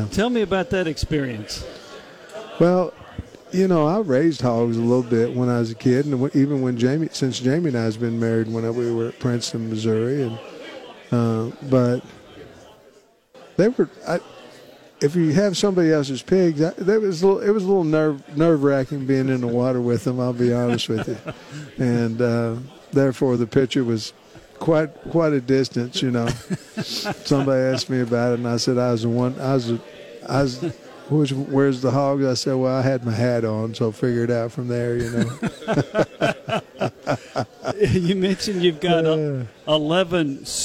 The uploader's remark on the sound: live from SEC Media Days